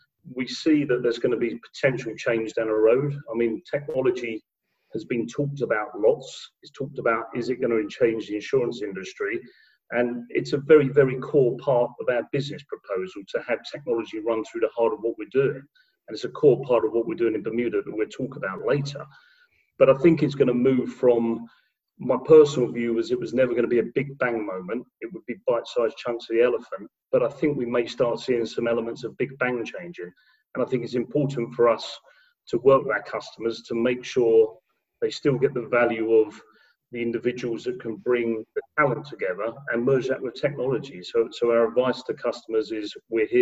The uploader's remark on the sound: Two weeks ago I had a Zoom call